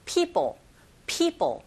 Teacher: 풀 사운드는 파열음인지라 p, p, p 이렇게 터져야 돼요